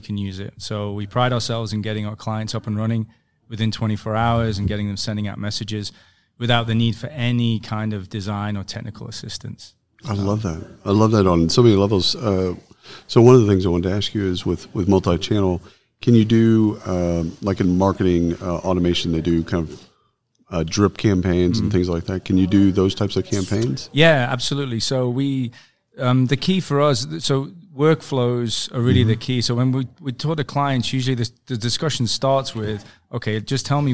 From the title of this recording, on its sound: Live from SHRM Talent